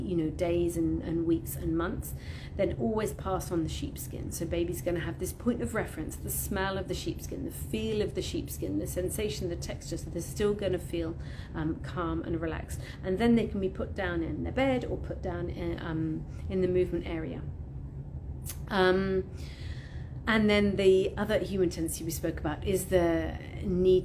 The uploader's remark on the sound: All podcast sessions originally recorded on Instagram Live